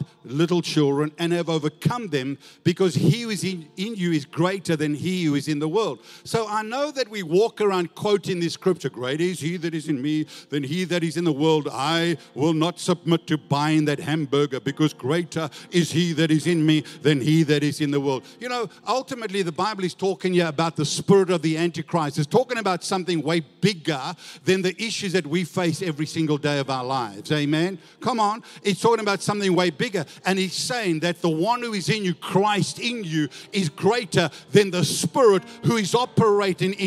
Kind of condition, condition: setting, large echoing room